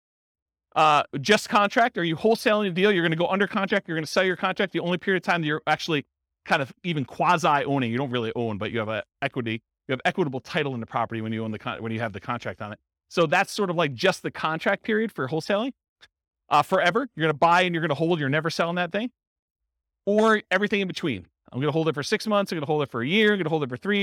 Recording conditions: live audience